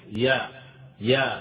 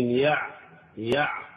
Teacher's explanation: يا يا فالصوت يجري، لكن يع يع فالصوت ليس انحبس ولا كذلك يعني جرى تماما، وإنما بين بين · Term: حرف متوسط